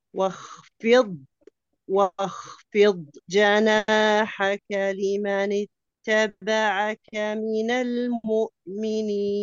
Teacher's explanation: واخفض جناحك استطالة ثم ينقطع الصوت من ذاته، ما تقولي واخفض واخفض جناحك. · Term: الاستطالة في الضاد